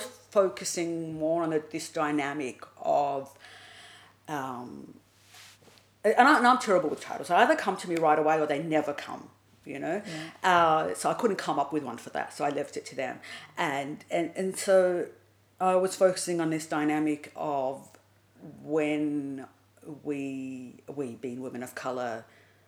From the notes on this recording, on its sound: in inner Sydney, with its attendant suburban background soundtrack